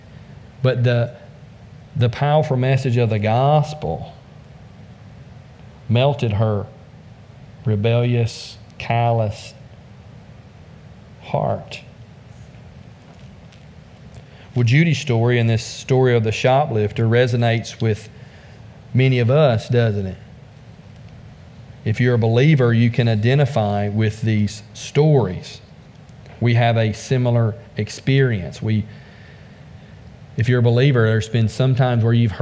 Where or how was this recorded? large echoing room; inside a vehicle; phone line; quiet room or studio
large echoing room